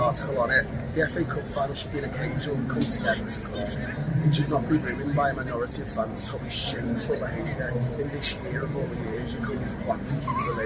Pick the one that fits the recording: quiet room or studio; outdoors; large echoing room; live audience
outdoors